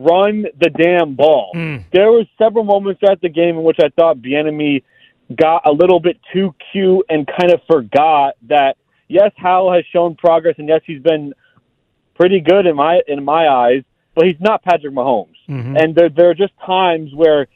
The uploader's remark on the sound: Back to the phone lines. Continuing call lines on the Commanders after Sunday's win.